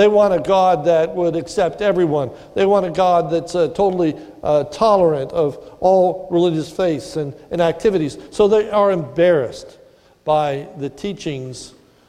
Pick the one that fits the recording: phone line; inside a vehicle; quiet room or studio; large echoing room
large echoing room